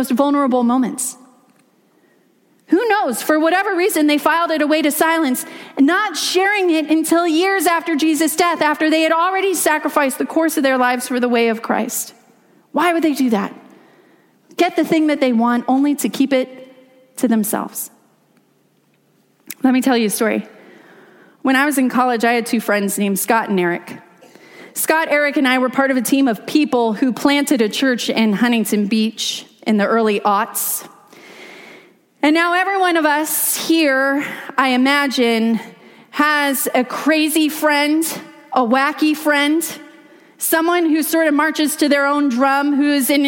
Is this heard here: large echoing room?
yes